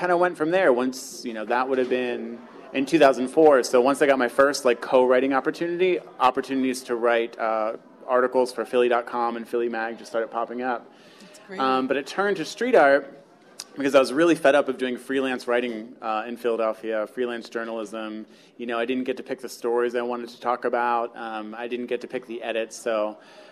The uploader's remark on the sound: Artblog's very first live podcast recording took place June 20 at the amazing Tattooed Mom on South Street